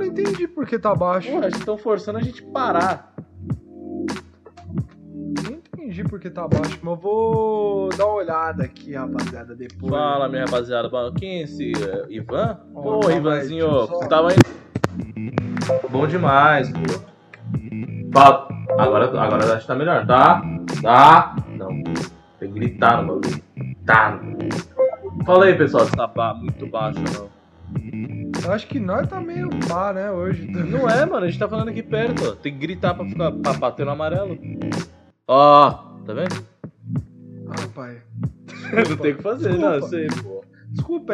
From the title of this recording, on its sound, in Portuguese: O ÁUDIO FICOU UMA MERDA MAS ESCUTA MESMO ASSIM